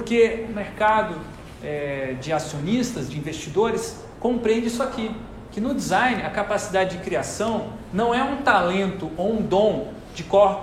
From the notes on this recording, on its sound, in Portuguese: Aula gravada na disciplina Psicologia 1 do Bacharelado em Design da UTFPR.